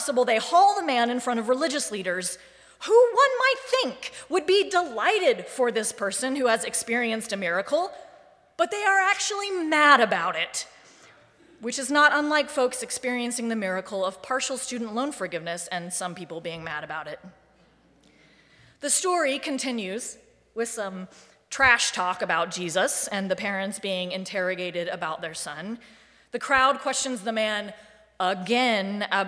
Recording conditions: large echoing room